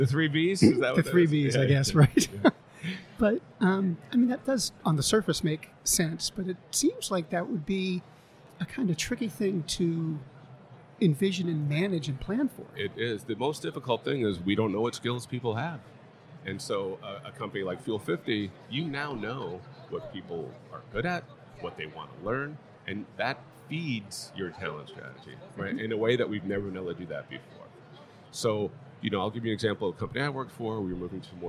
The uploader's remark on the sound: Live at the HR tech 2022 conference.